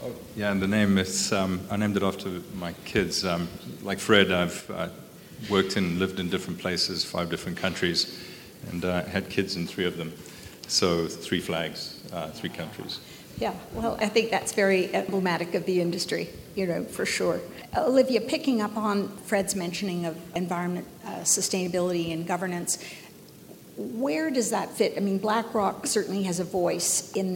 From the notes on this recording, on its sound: This episode features the Next-Gen Leaders Panel at The Northern Miner’s annual Canadian Mining Symposium held at Canada House in London, U.K., earlier this year.